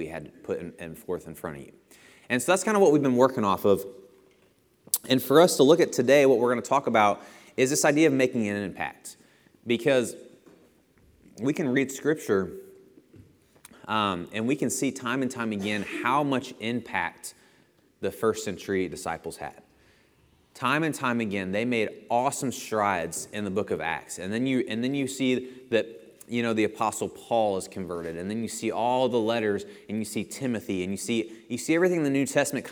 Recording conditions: large echoing room